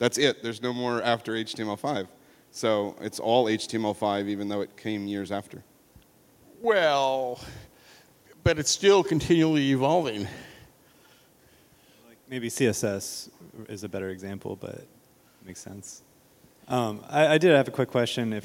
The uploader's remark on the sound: This show live at ForwardJS. This show live at ForwardJS.